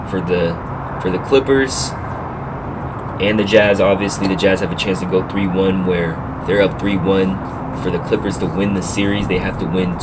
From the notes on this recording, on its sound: sorry about the background noise